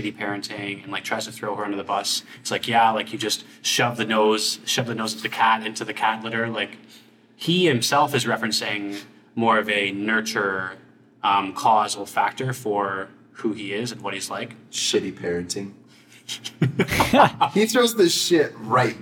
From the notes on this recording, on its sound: We tried recording in person for the first time and ran into some audio echo.